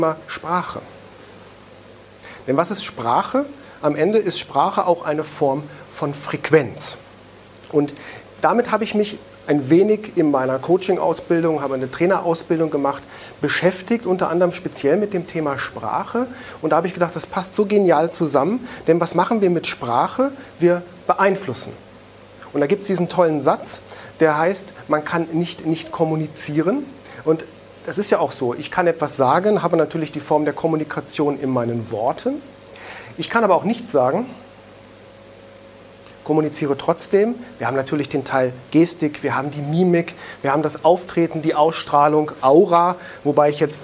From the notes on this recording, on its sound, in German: Einen Mitschnitt aus einem Vortrag.